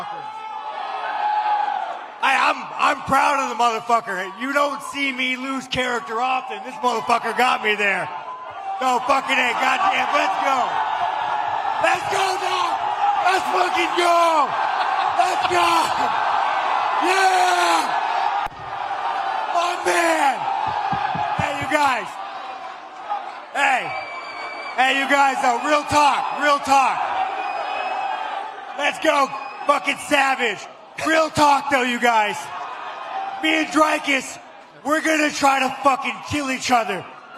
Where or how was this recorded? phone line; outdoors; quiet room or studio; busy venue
busy venue